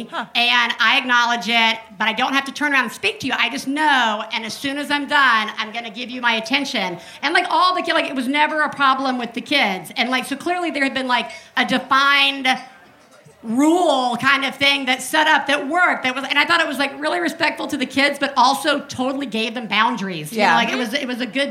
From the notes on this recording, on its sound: Live From Chicago. This is the second of two episodes recorded in May at GMan Tavern.